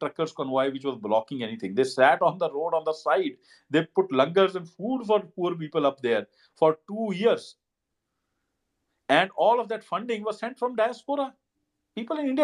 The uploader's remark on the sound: recording of a twitter space